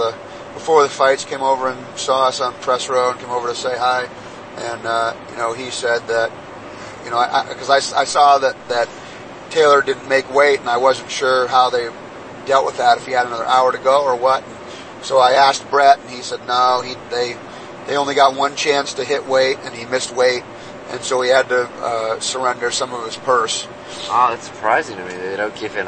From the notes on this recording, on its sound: This supplementary podcast was compiled of audio recorded on the ride to, at, and ride home from CES MMA 32. This CES event was the first event we covered live in an "official press" capacity.